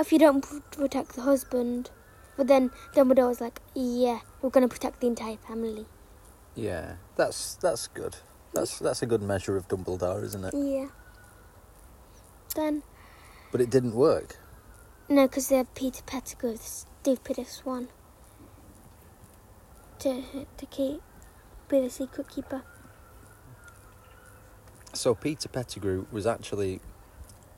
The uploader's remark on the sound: This episode is recorded outside so there may be some background noise. We are not professional broadcasters and this is just a girl and her Daddy having a conversation.